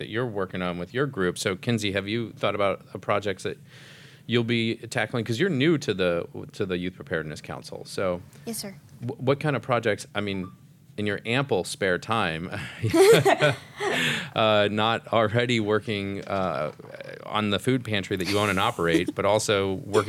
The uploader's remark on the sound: Roundtable Discussion Live At The Youth Preparedness Council Summit